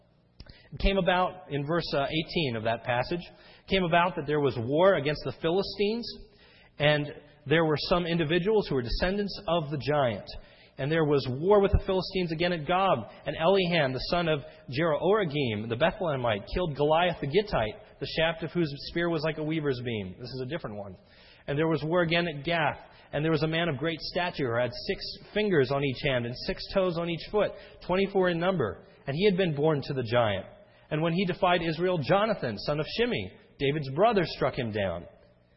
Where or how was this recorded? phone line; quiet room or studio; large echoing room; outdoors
large echoing room